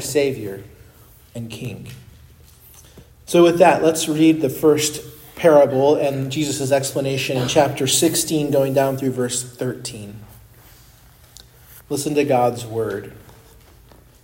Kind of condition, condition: setting, large echoing room